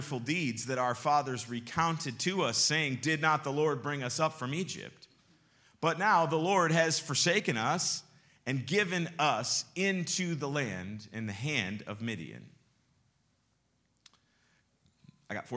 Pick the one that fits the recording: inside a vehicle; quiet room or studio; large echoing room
large echoing room